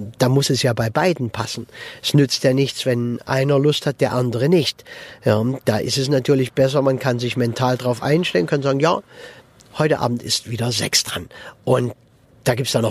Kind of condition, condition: setting, inside a vehicle